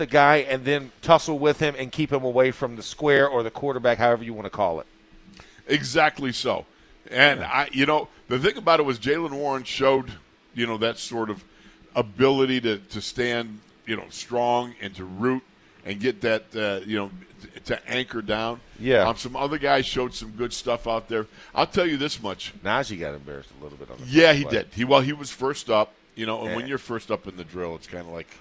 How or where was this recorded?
busy venue